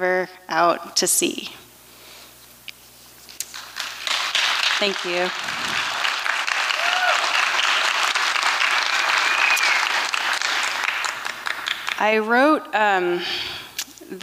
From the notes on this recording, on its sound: 2023 FPG-Liberty Theatre-Friday Night. Performance was recorded at the Liberty Theatre in Astoria, OR on Friday, February 24th, 2023.